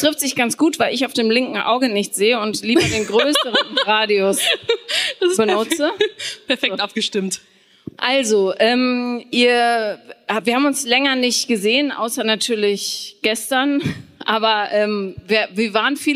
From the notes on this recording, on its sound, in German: Auf dem Hear&Now Podcast Festival in Köln. Werden dabei tatkräftig und lautstark vom Publikum unterstützt.